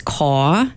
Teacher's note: So one is dropping R's, R-lessness. So that would be like saying car as caw. And even that vowel you hear there, it's this aw sort of vowel that you will hear in like doll, dawlin', that sort of thing.